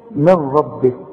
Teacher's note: النون بتخش في الراء إدغام كامل بدون غنة